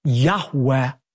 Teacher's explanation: What we actually have there in the original manuscripts are the letters Yud, Hey, Vav, Hey, which are God's personal name that most Semitic scholars believe is pronounced a breathy Yahweh